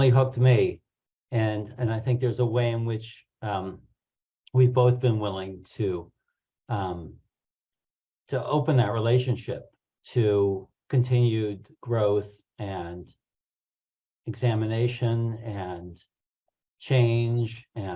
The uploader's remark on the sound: Please enjoy the audio from a recent Foundation For Inner Peace webinar